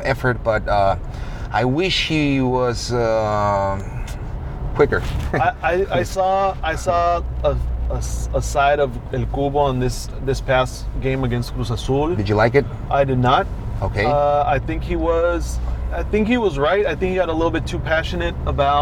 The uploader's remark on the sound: We recorded this episode while driving in San Diego.